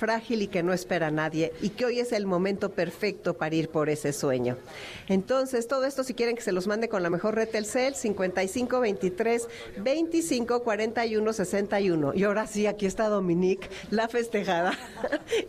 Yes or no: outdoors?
yes